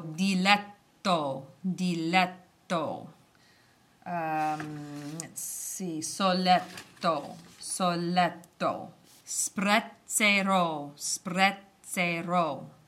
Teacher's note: the double consonants, where there's a little bit of a stop or a lengthening of the sound